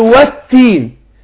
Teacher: يبقى ادغمنا اللام في التاء